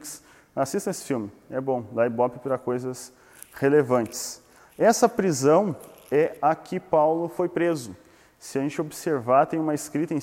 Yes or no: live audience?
yes